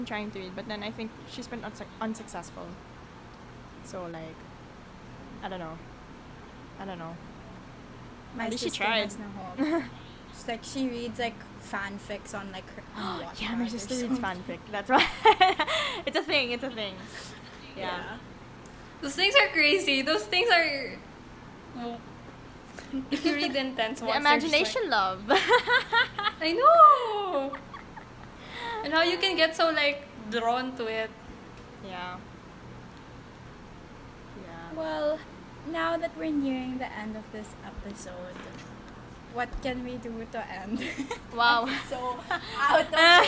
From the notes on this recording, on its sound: they know about the weird whirring background noise.